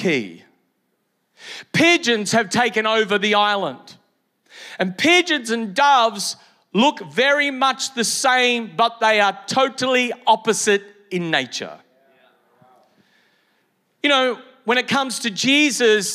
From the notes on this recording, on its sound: Originally Recorded at Neuma Church Melbourne City